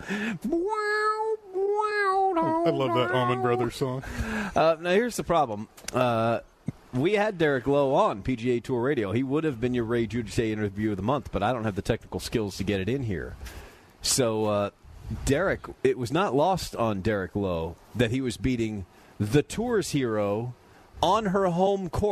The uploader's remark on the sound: live from Fairway Social!